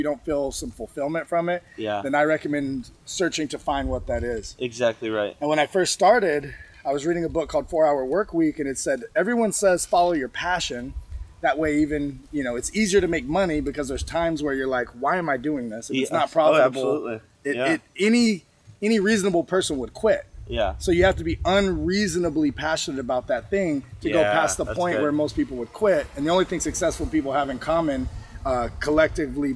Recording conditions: outdoors